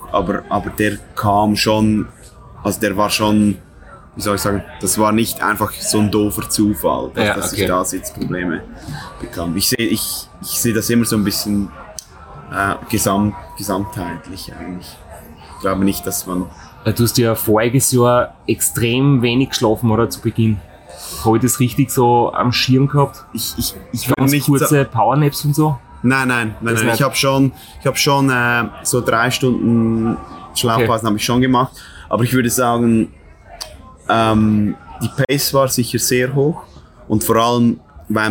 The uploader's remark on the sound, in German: Keine Studio-Audioqualität bietet, dafür die Atmosphäre an der Bar im Zielbereich in Thessaloniki authentisch einfängt.